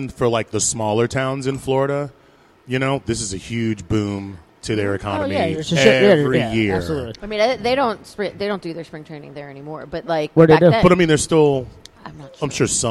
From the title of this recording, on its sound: Live From One Eight Distilling